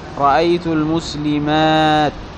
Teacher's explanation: فإن كانت في جمع نحو المسلمات، هذا جمع مؤنث سالم، فالأفصح الوقف بالتاء